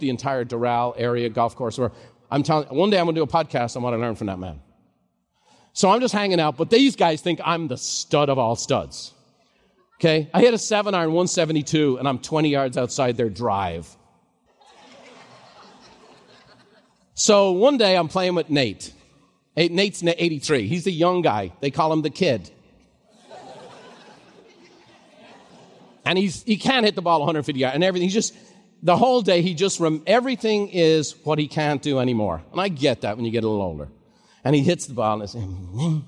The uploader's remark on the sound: Live recording from MasterMind.